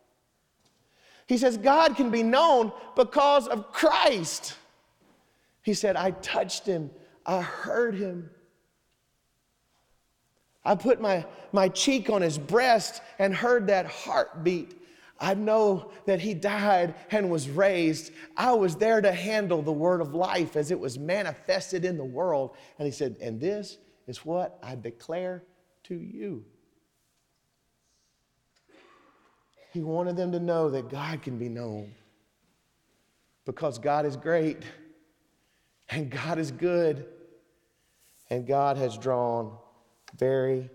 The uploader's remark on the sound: Sermon Audio from Sunday, September 3rd, 2023